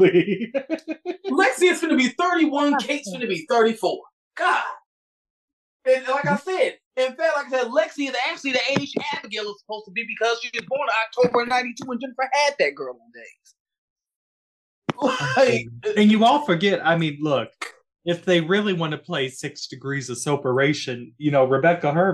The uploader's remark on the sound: Three Bitches on a Zoom